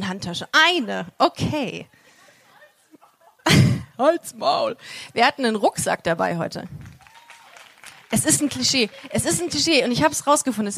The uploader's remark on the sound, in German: Diese Folge ist ein Mitschnitt vom Busenfreundin LIVE-Auftritt in Essen.